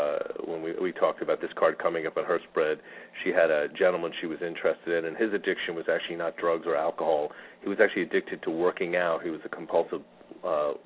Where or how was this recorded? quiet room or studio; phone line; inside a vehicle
phone line